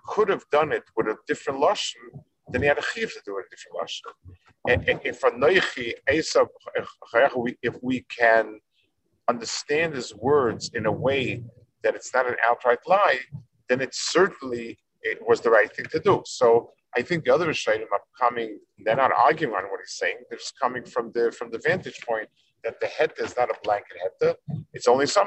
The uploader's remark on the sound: This shiur take place over Zoom on Motzei Shabbos.